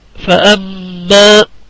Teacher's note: مقدار الغنة حركتان، إذا ما نطقنا في بكلمة فأما، الميم هنا المشددة غنتها مقدار حركتين